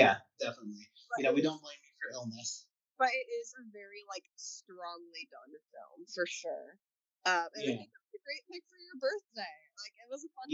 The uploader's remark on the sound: The audio may be a bit funky. This episode was recorded remotely.